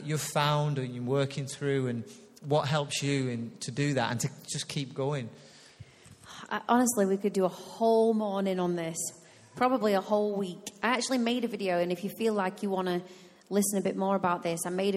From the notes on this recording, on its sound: Recorded live at Life Church Lancashire